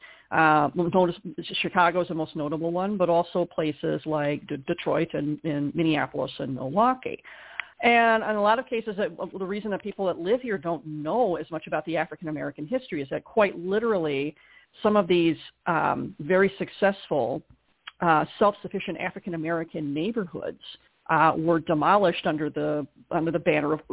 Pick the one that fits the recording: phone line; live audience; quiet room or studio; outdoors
phone line